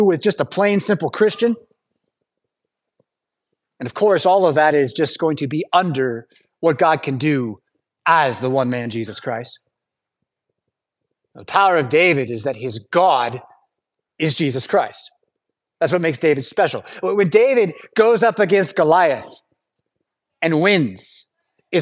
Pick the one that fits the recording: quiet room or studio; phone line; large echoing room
large echoing room